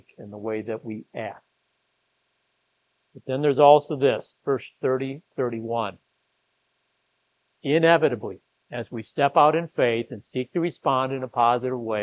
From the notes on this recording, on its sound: was preached at Grace of God Lutheran on August 13, 2023